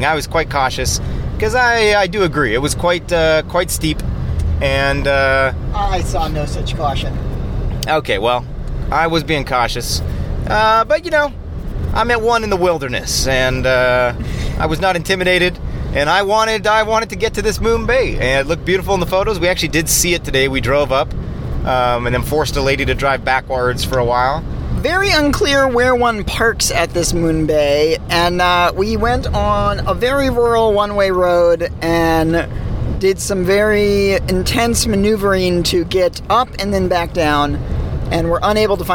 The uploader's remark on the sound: Record live from Slovenia, Croatia and Italy while driving.